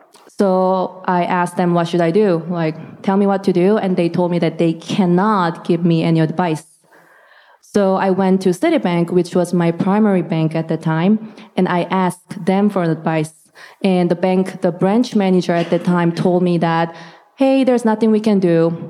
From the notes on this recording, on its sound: This recording is from Fintech Nexus USA (formerly known as LendIt Fintech USA) held at the Javits Center in New York City. It is from the track: Data, Fraud and the Future of Identity.